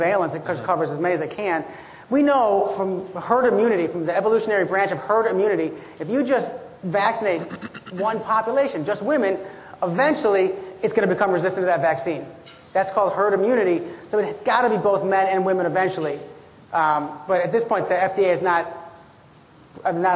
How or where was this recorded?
live audience